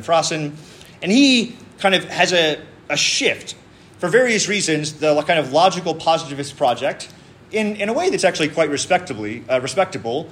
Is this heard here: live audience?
yes